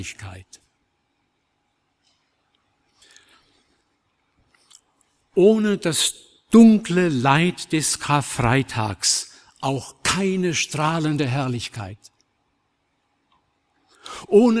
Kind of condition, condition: setting, large echoing room